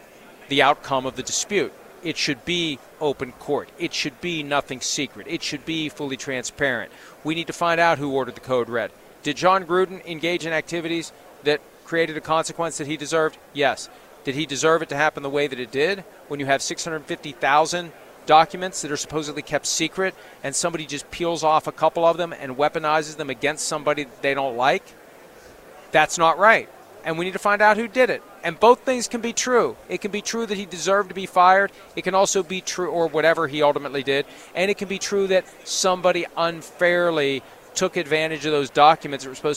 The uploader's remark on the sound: LIVE FROM RADIO ROW